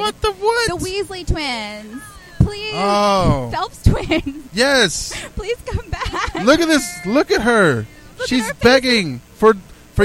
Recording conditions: busy venue